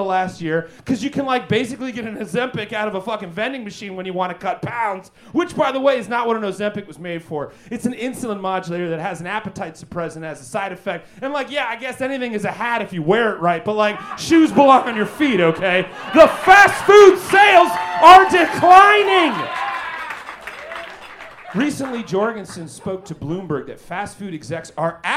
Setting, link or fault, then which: setting, busy venue